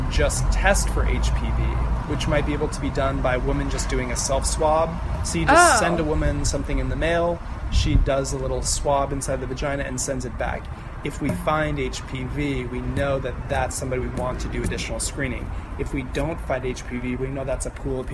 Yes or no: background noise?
yes